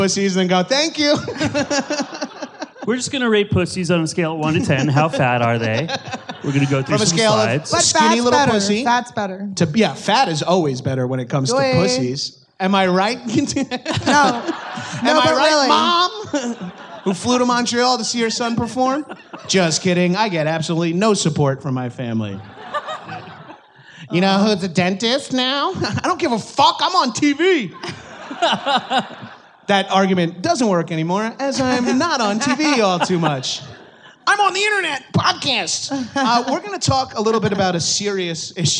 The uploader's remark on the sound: LIVE at Just For Laughs